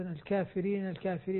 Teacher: انتبهي للألف التي بعدها راء، خاصة الكافرين، الكافرين إذا جاءت الياء، وأن الكافرين هذه مقللة قولا واحدا عند ورش